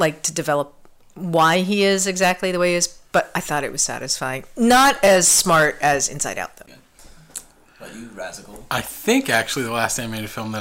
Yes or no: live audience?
no